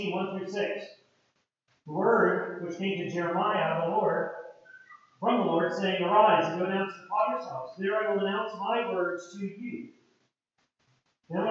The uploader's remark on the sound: POOR AUDIO QUALITY